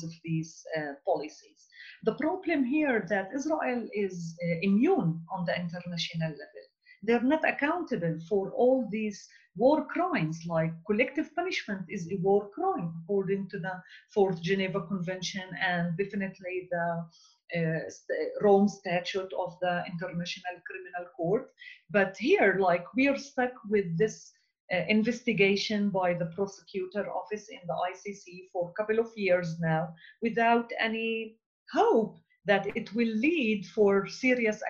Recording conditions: video call